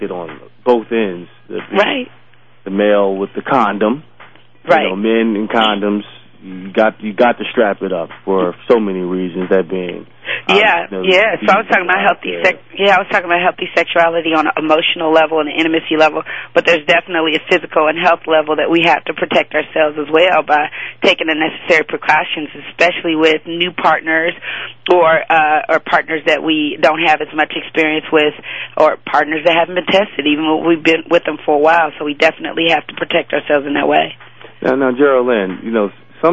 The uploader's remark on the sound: They will be taking listener phone calls.